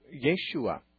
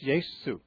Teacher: they don't have an SH in Greek, so they just use an S. So it's Yesu, or Jesus.